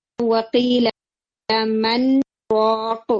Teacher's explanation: لیکن آپ ادغام نہیں کرتے، آپ مر راق نہیں پڑھتے